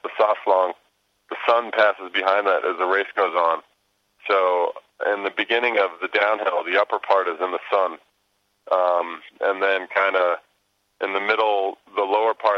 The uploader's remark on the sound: checks in from Val Gardena via his Global Star World Phone